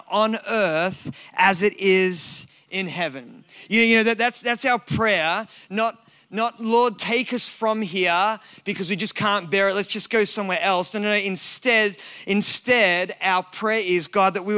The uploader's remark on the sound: recorded at Elevation Hills Sydney